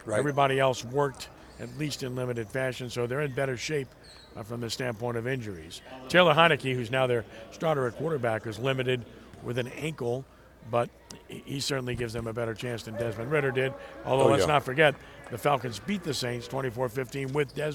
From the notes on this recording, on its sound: live on location at the Allstate prep basketball classic